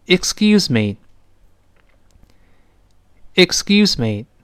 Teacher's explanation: 在 s 这个声音后面，重读的音节呢，这个倾向于声带震动，就是把它浊化起来